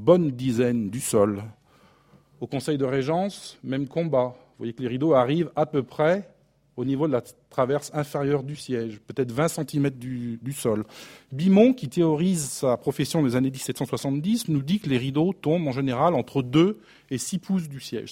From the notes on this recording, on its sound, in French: enregistrée le 29 janvier 2016 dans le cadre du colloque « Mobiliers, ensembles, décors.